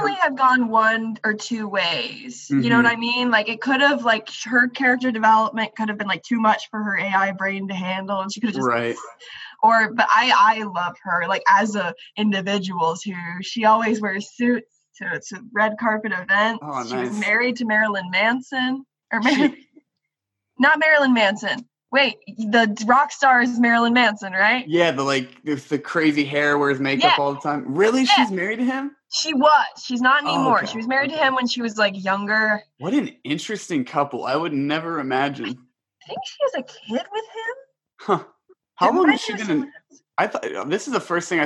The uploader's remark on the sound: get together on another zoom meeting